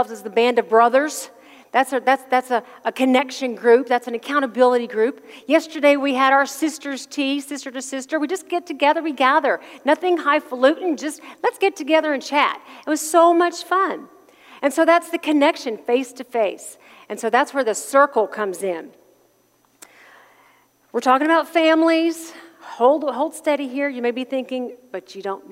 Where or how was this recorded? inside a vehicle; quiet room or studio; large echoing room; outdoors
large echoing room